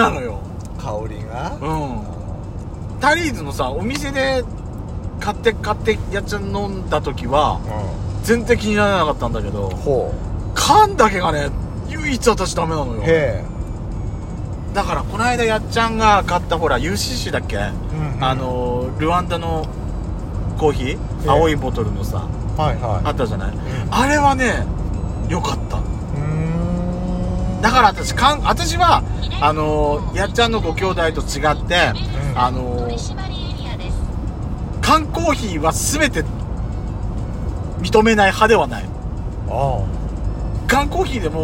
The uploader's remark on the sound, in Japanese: ドライブ収録 #ロードノイズごめんね